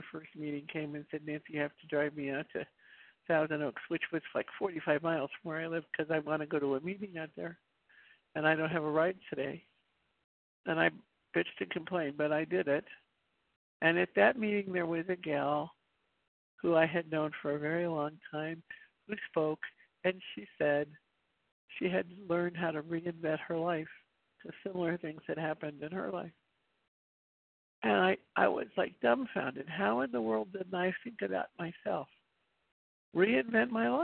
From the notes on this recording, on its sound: the 100 Pounders Phone Meeting